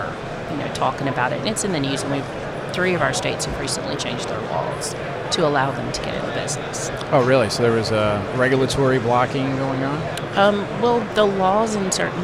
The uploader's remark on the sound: Live from FiberConnect 2019